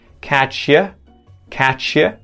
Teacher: that U gets turned into a schwa sound and shoved onto the end of the word catch